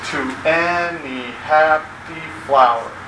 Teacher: So the power and flower have that extra added syllable on the end